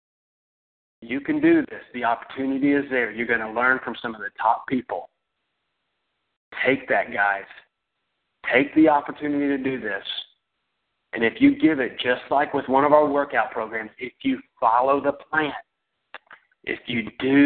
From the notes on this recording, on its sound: Team Elite Conference Call.